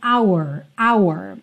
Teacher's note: É muito comum que essa palavra venha dita de forma muito rápida, e aí ela tem praticamente o som da letra R só